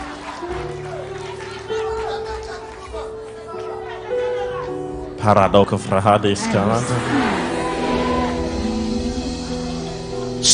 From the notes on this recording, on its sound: LIVE MID WEEK SERVICE| ECG CHURCH